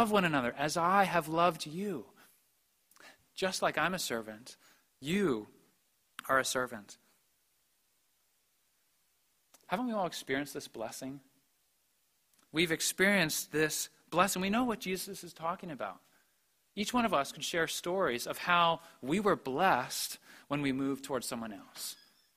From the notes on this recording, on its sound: preached at the Maundy Thursday Service